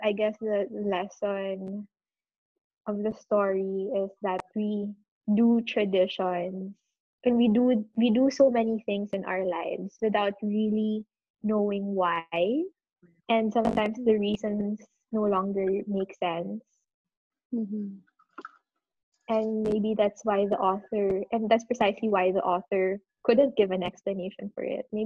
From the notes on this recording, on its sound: We sincerely apologize for the amateurish audio